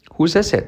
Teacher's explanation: La T de it casi no se dice.